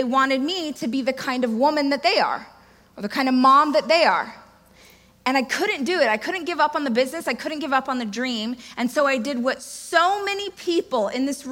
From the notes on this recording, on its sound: This excerpt is taken from my keynote speech. Amazing event Experts Academy.